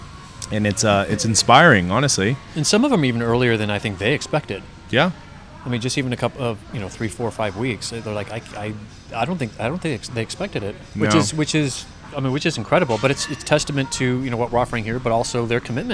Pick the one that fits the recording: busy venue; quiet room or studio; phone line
busy venue